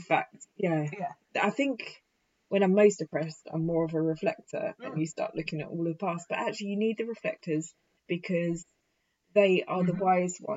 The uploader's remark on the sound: sorry poor sound quality